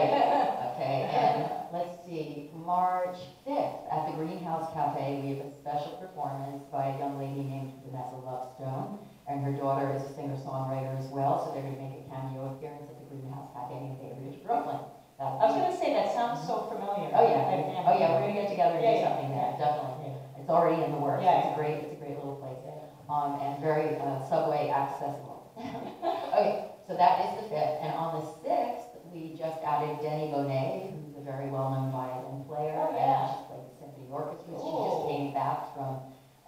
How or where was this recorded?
live audience